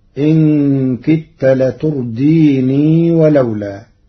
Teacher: قرأ ورش كلمة لتردين وصلا بإثبات الياء فيقرأ إن كدت لترديني ولولا.